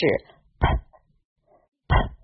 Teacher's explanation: 双唇紧闭。气流挡在口腔内，在形成一定气流压力之后，猛张双唇，气流爆破而出，声带不振动 · Term: 清辅音